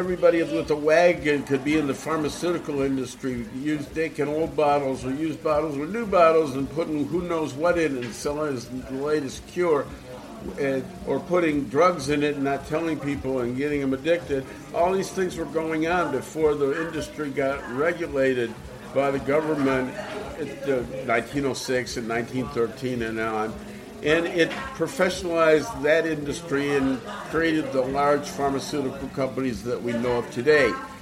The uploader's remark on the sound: Recorded in Thailand during the Asia International Hemp Expo. Recorded in Thailand during the Asia International Hemp Expo.